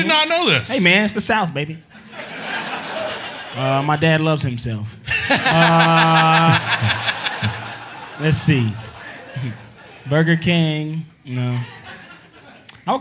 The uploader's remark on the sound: Recorded live on April 11th, 2019 at Zanies in Nashville, TN.